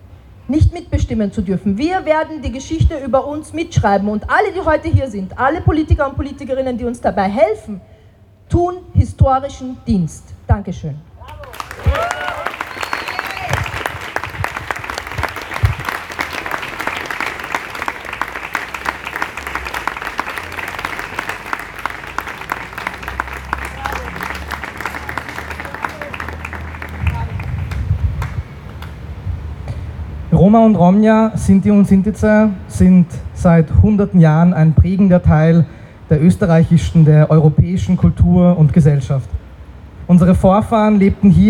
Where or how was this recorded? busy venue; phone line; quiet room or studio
busy venue